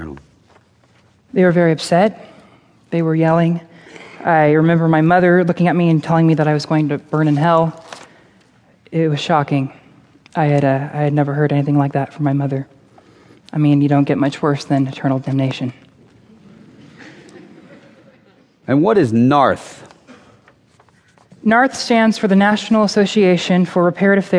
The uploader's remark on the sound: Recorded before a live audience at the Wilshire Ebell Theater, Los Angeles, on March 3, 2012.